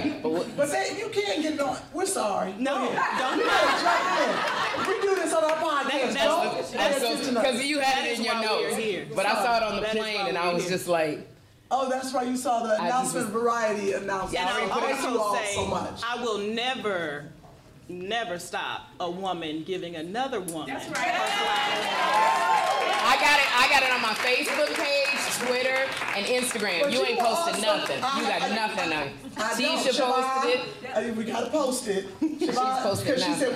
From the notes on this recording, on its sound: This event was a live conversation with some special audience interaction held at High Low Literary Arts Cafe in Grand Center, St. Louis, MO.